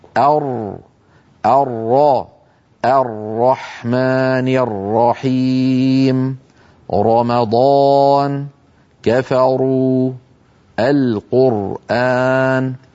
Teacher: تلاحظون بأن لسان المزمار قد رجع إلى الوراء فأحدث تضيقا في الحلق نتج عنه، وهو سبب من أسباب التفخيم بالإضافة إلى ارتداد الصوت على قبة الحنك. · Term: تفخيم الراء